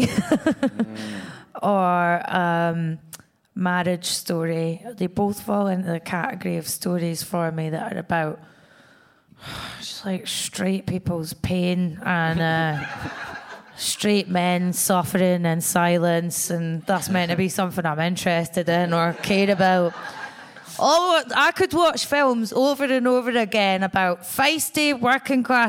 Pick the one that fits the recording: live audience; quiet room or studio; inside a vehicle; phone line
live audience